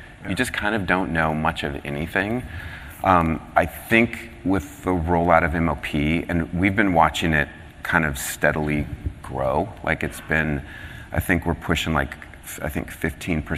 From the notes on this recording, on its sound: first presented at the 9th annual DPharm: Disruptive Innovations conference